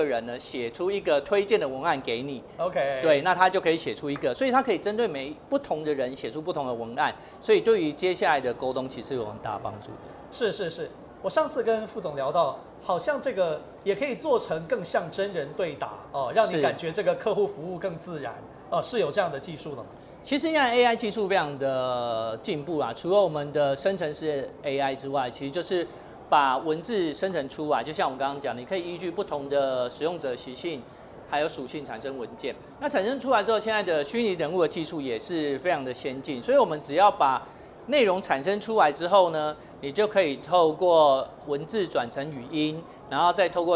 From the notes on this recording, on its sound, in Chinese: 把錄音室帶到AI EXPO Taiwan的展覽會場